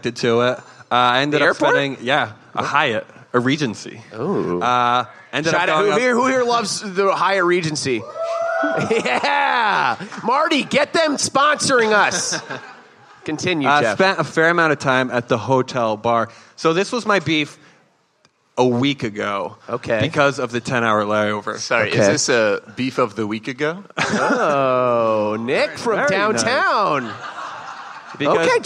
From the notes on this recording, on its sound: Live at SXSW. Live from Austin Texas.